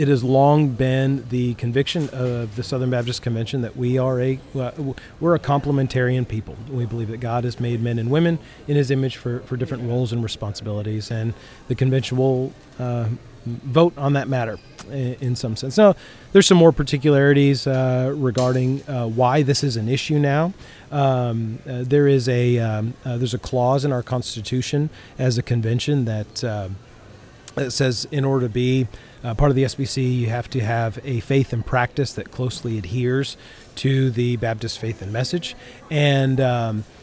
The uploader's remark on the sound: Live from Austin International Airport. Complete with Airport ambience courtesy of the great state of Texas.